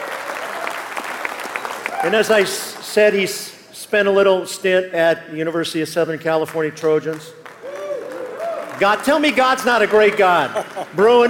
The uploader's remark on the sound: In this live message from the Kingdom Men's Gathering. Live from the KMG conference.